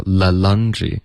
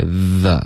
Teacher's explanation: 不要 le laundry,是 the,是一个摩擦音 · Shown in: second take